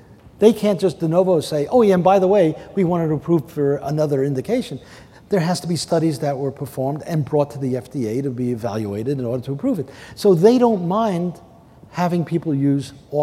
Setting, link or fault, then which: setting, large echoing room